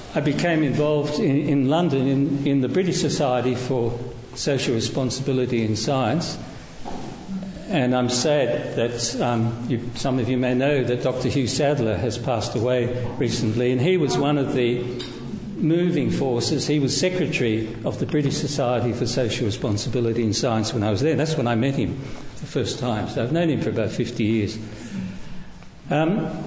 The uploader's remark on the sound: Recorded at Thor's Hammer in Canberra, 4th July 2023. In this seminar. Recorded at Thor's Hammer in Canberra.